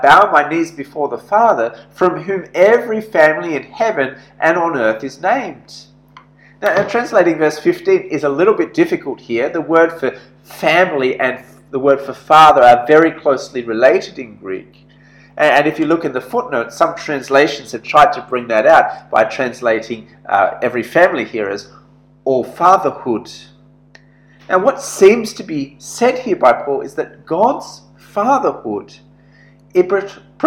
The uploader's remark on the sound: This sermon was preached at St George's Church Penang on 9th June, 2021.